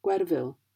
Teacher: the F is pronounced as a V in English.